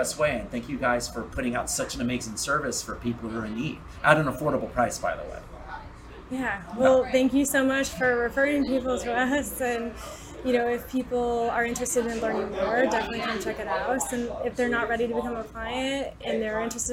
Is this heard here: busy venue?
yes